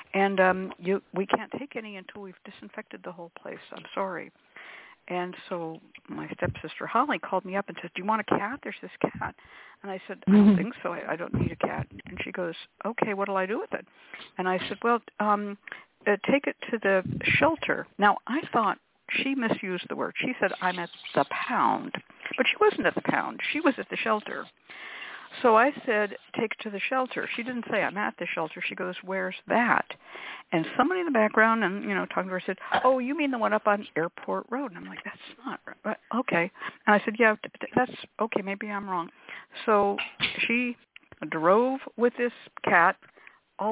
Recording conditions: phone line